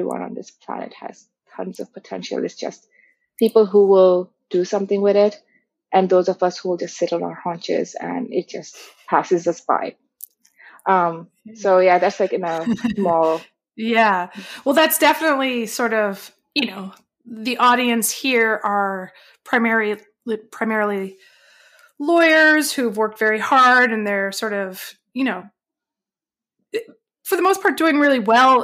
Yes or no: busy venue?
no